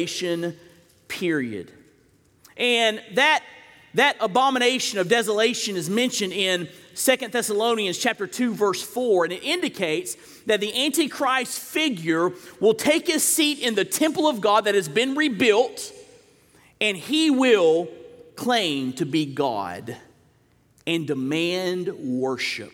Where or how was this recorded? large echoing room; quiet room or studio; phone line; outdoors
large echoing room